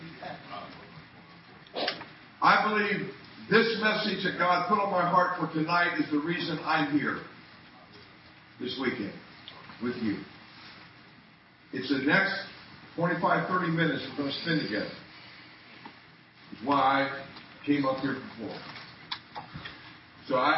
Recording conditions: poor sound quality